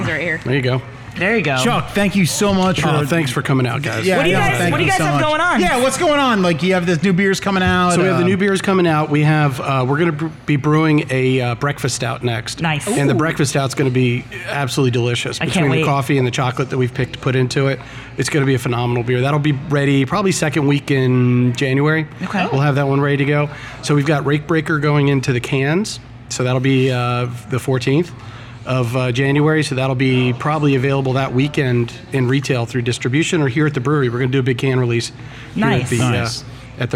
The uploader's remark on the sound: LIVE From Jersey Girl Brewing. A live show from Jersey Girl Brewing in Hackettstown, NJ.